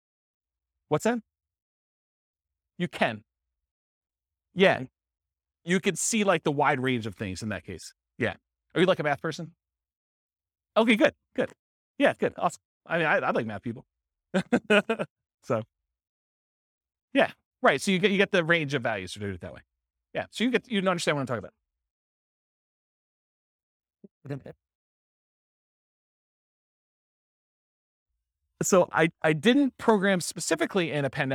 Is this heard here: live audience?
yes